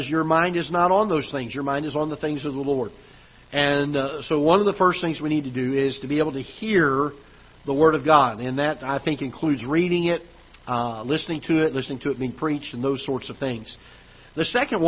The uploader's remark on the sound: Ketha Heights Baptist Church ~ Live Broadcast